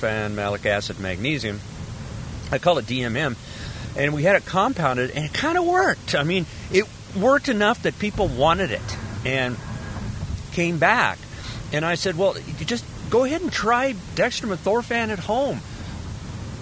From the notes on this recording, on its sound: Fibro Podcast From A Car. Driving back from a multispecialty conference.